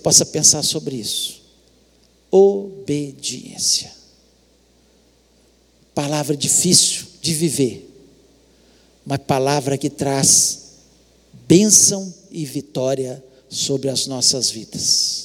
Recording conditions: large echoing room